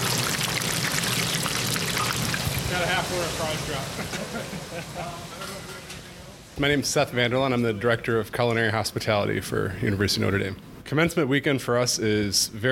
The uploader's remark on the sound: We take you behind the scenes to explore the sounds of the 178th Commencement Exercises: from the preparations to the ceremony to the celebration after.